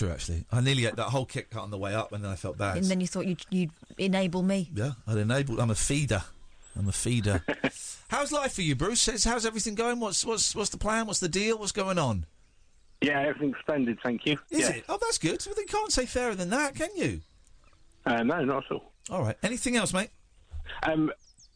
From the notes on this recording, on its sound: The show comes live from the countryside